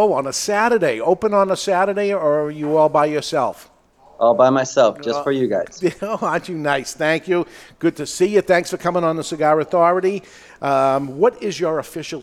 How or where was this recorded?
live audience